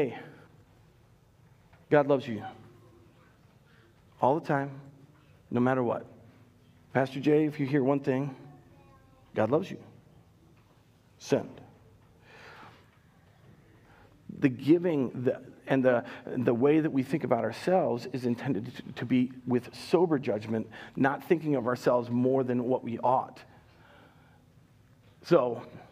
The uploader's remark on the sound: Recorded live at Word of Life Church in Le Sueur, Minnesota, on August 29nd, 2021